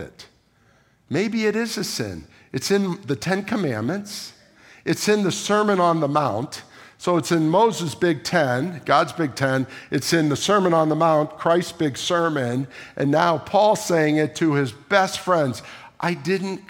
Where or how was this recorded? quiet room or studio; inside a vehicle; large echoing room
large echoing room